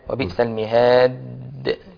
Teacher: لا يخرج إلا بالقلقلة مش هيظهر الدال أصلا غير بقلقلة · Term: قلقلة الدال